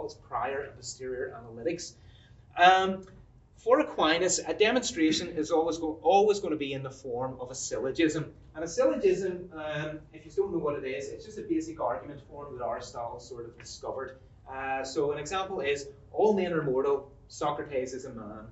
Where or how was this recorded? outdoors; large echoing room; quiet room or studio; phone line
large echoing room